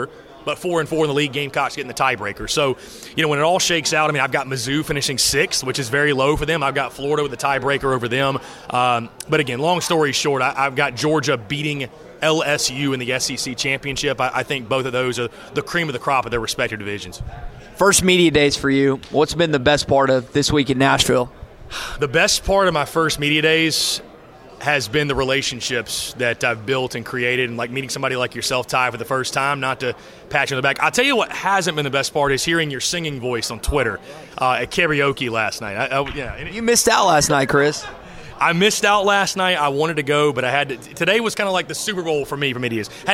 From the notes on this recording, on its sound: LIVE from SEC Media Days.